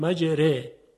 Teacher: در روایت حفص از عاصم کوفی استثناءً مجره ها خونده شده، یعنی حرف ر ترقیق میشه